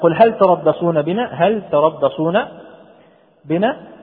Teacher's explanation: فيجب إظهار اللام في كلمة هل وفي قراءة حفص